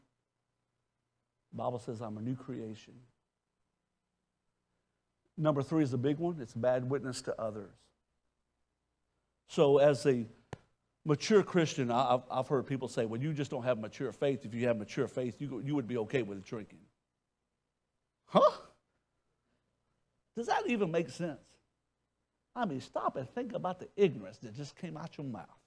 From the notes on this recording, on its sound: question from audience